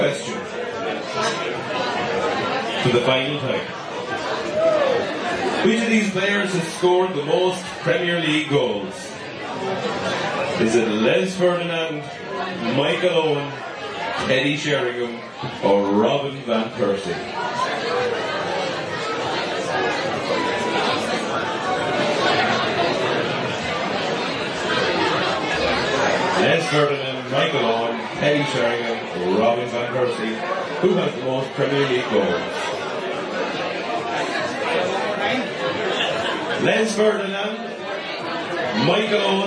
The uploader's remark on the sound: Finale night in the Square Bar. Came to a conclusion in the Square Bar in Portlaoise. In front of a live audience. With a full house and a cracking atmosphere.